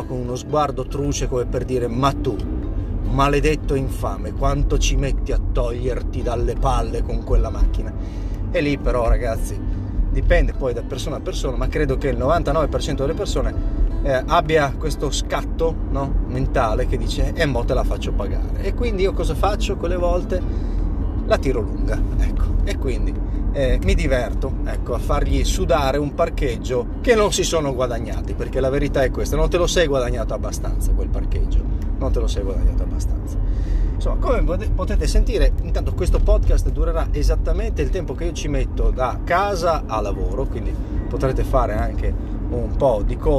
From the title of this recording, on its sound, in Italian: Live dalla macchina